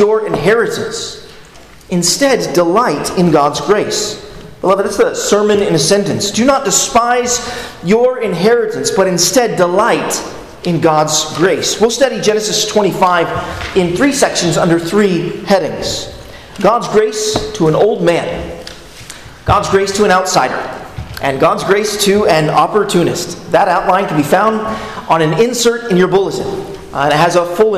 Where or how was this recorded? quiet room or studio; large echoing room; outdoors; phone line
large echoing room